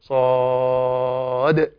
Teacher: إذا قلنا إن صاد صاد ألف دال، سنقول صا مفخم من المرتبة الأولى مفتوح بعده ألف، والألف يمد ست حركات صا، ثم ننزل على الدال الساكنة المقلقلة قلقلة كبرى لأنها متطرفة، فنقول صاد.